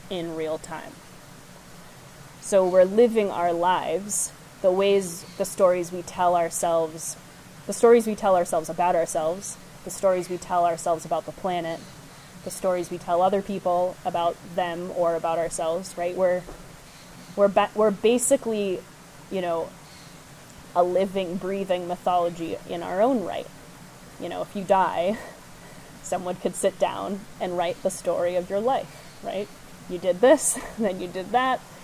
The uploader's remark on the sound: Enjoy the waterfall background sounds